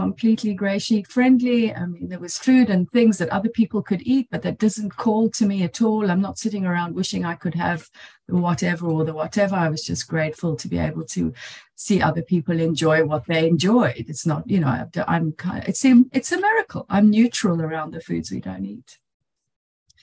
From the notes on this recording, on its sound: She spoke on the Sunlight of the Spirit Zoom meeting.